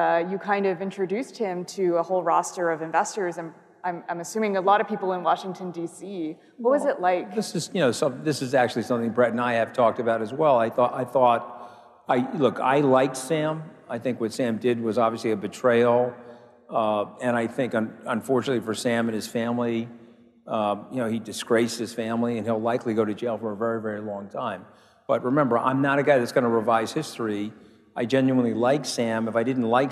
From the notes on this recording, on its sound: A Consensus 2023 panel